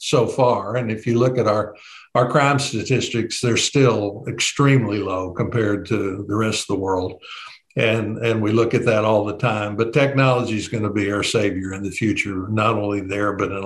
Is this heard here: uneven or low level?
no